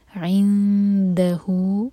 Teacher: اخفاء نون کی آواز کو چھپائیں گے اور دال کے لیے زبان تیار کریں گے اور دو سیکنڈس کا ٹائم